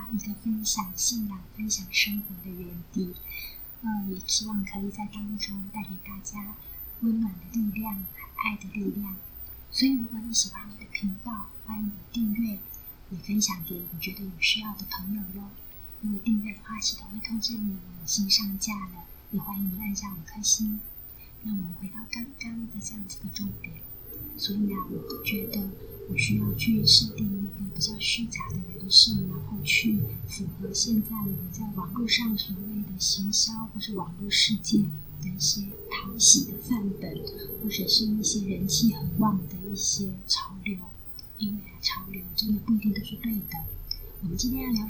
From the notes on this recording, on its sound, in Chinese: 要先抱歉啊這一集音質不好。希望我能早點恢復解決這個問題，希望病能夠停損一些啊。